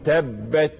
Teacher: تبت أهو جريان نفس تبت اسمه همس